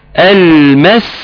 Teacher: انا شلت السين فصلت السين وخلصتها من الجيم · Term: تخليص الحروف